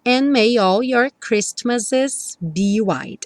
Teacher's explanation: May your, suando um Y só, may your days be merry and bright. And may, não soa o D do and may. O N já liga no M